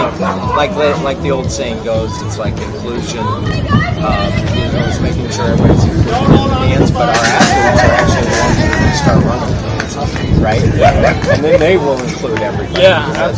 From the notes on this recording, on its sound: Recorded LIVE from the 2022 Special Olympics Illinois Summer Games in Normal, Illinois